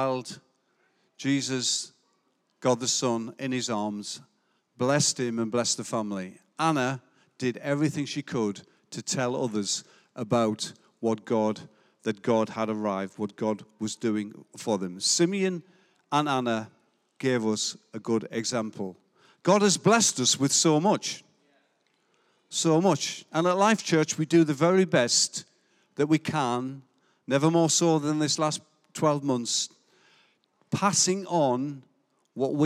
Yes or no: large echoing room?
yes